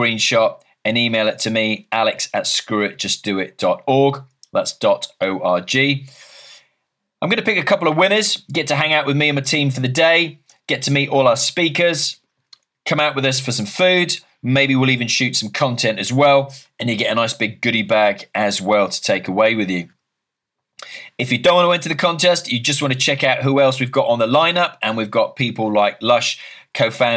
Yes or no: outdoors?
no